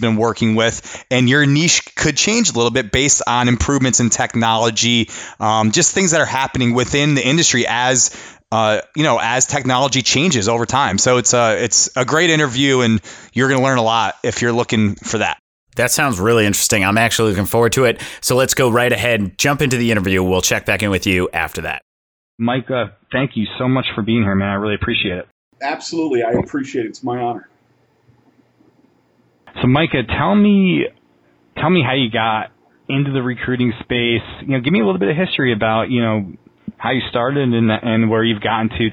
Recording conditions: phone line